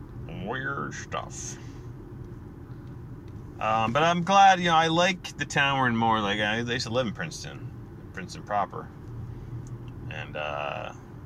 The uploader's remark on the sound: The posting of the THREE morning pods i recorded in my car, that is.